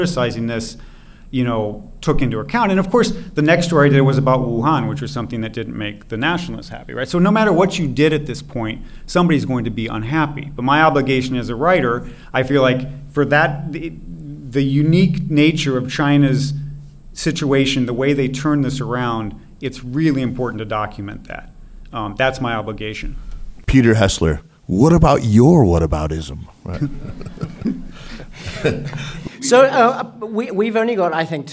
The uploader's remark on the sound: a live show taped on November 11 at the fourth annual NEXTChina Conference at the China Institute in New York